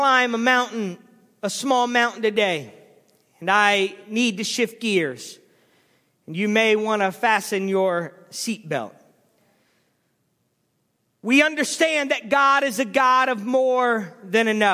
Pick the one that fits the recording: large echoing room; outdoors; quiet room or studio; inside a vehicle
large echoing room